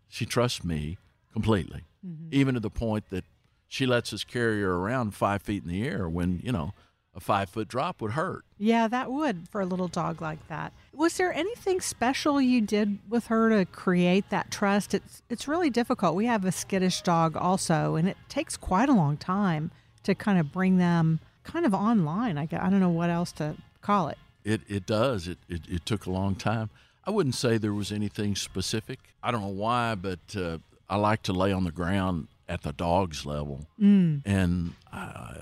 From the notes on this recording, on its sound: Recorded at Wheelers Western Outfitters